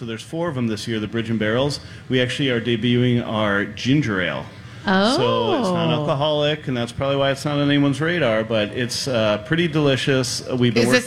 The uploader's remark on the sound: LIVE from the Minnesota State Fair!